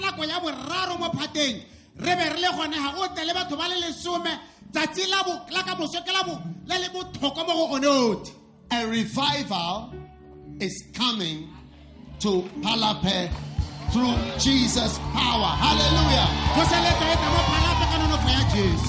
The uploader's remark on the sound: Preached at a Healing Jesus Campaign in Palapye, Botswana